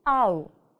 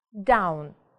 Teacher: Начинаем с буковки А, да, с такого низкого звука А и заканчиваем на У.